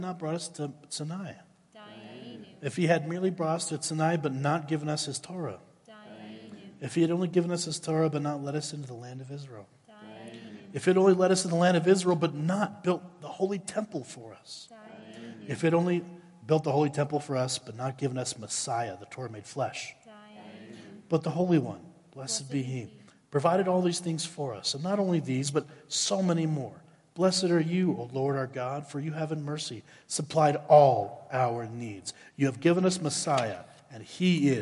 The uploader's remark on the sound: Woodland Life Church Live - 2022/04/16 - Audio